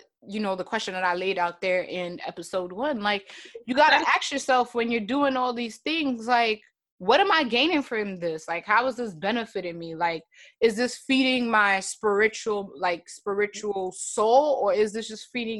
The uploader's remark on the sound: Instead of doing an Insta LIVE discussion I decided to go the route of zoom discussions with my listeners.